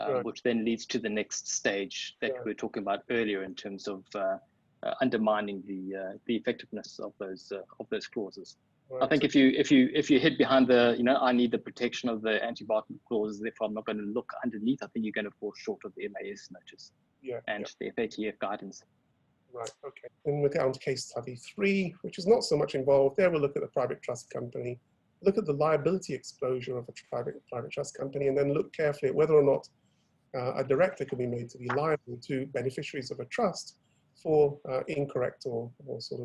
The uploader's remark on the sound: Webinar audio recording dated 8 July 2020